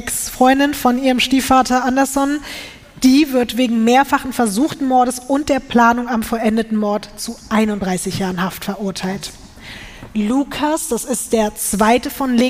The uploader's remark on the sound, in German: LIVE in München